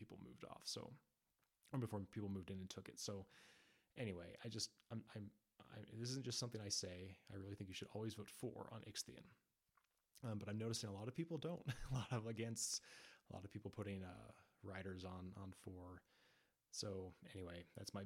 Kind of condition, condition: fault, uneven or low level